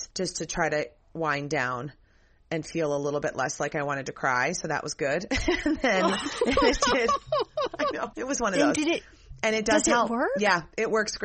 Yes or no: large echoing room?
no